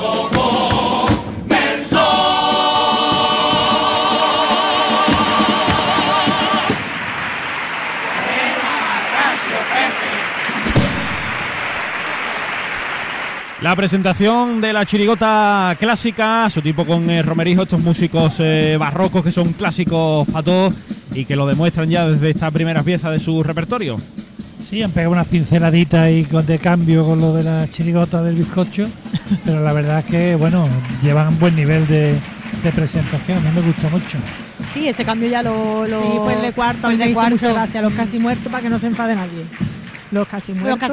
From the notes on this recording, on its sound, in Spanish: En las semifinales del COAC 2024. En directo desde el Gran Teatro Falla de Cádiz. Retransmisión del Concurso Oficial de Agrupaciones Carnavalescas del Carnaval de Cádiz 2024 en Onda Cero Cádiz.